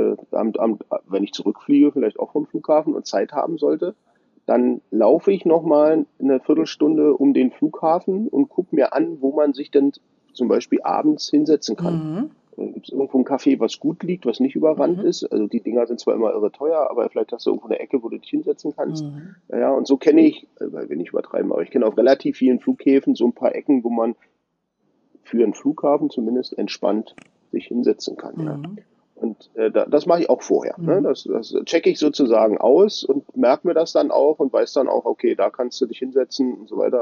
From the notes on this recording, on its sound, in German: In Paris weilt und die zwei daher heute per Telefon darüber sprechen.